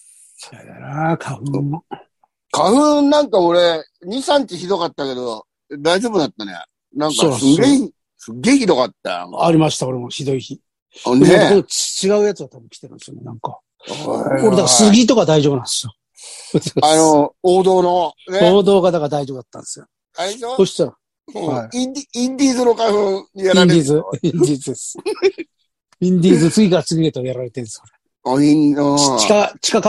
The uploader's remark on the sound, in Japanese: ZOOMで収録